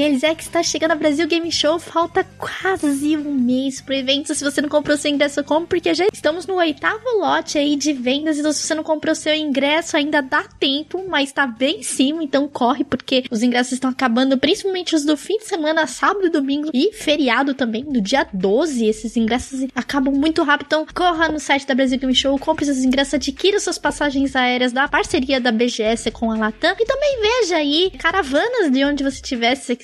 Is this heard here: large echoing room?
no